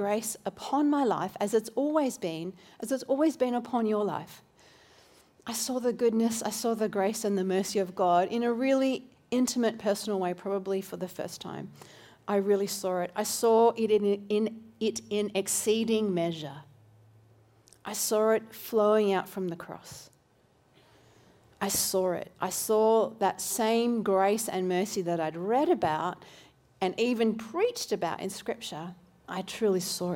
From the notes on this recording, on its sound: This recording is from Newlife Church: Robina, due to technical challenges in Brisbane.